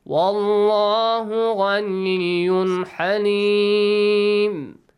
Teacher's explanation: Plus halim starts with the letter ha. It's amongst the throat letters, so the rule idhar is applied. You have to produce the sound of tanween clearly.